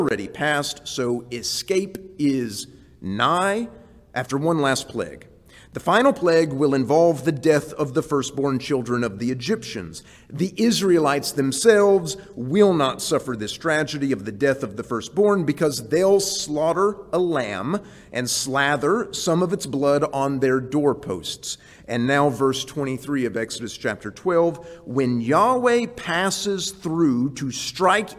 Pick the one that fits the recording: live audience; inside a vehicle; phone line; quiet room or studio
live audience